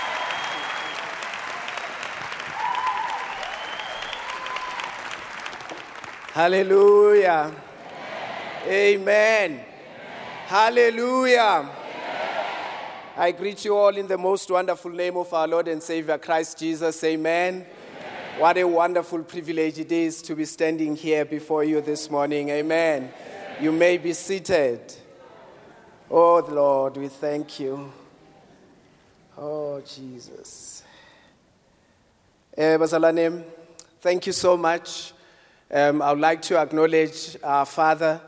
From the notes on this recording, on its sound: preached at Grace Bible Church Pimville on the 09th of October 2022 at the 09am Service